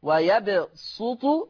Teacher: ورش عن نافع فيقرأ ويبسط يقرأها بالصاد الخالصة